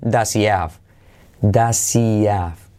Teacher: Salto la H. Does he y salto la H de have. So does he have se convierte en does he have.